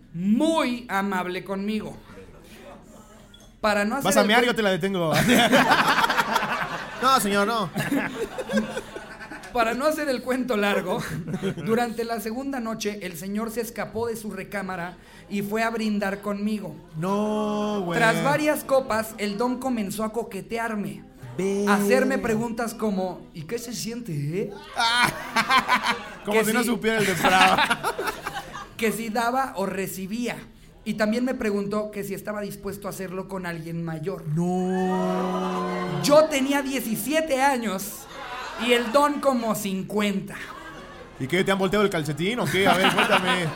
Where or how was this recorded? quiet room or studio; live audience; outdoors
live audience